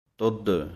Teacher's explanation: ਤੁਦ ਇਹ ਪਾਠ ਕੱਸ ਕੇ ਹੈ, ਧੱਦੇ ਦੀ ਆਵਾਜ਼ ਦੇਣੀ ਹੈ ਭਾਰਾ ਕਰਕੇ ਥੋੜ੍ਹਾ ਜਿਹਾ